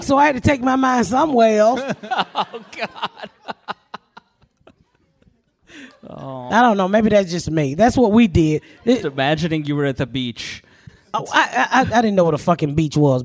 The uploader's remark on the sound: Live at Sketchfest. We are live in San Francisco at Sketchfest!